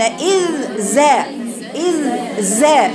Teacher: ولولا صفة الصفير في الزاي لصارت ذالا